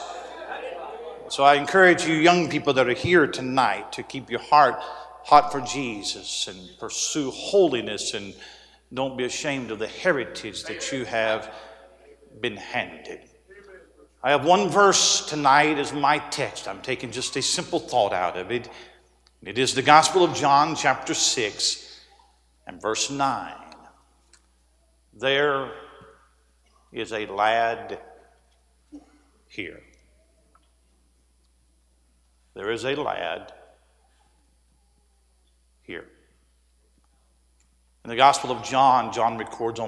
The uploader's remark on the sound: A sermon preached Thursday Evening during our Spring Jubilee, on March 30, 2023.